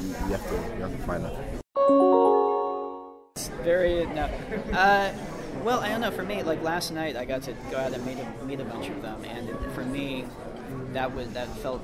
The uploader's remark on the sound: LIVE: The Last Jedi Press Row CAST INTERVIEWS at Star Wars at Star Wars Celebration! Apologize for the mic picking up a little breathing, the reporter next to me was slightly ahead of me and VERY close to my mic!